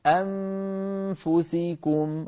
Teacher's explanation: ضغط بأسنانه العليا على شفته السفلى فصار السامع وكأنه يسمع ميم، لأن الأسنان العليا نابت مناب الشفة العليا في الانطباق على الشفة السفلى.